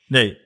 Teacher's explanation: It kind of sound in between R and L